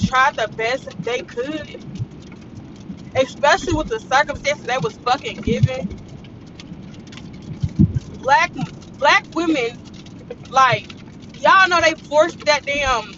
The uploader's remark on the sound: AUDIO IS KIND OF HORRIBLE MY WINDSHIELD WIPERS WERE DOING ITS THANG